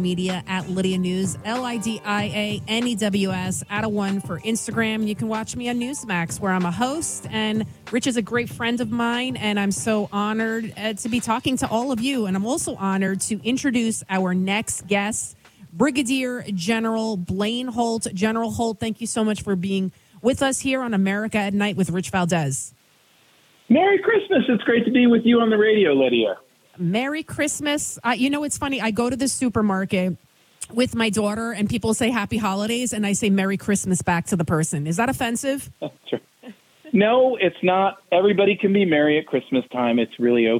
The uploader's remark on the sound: takes your calls in Open Phones Across America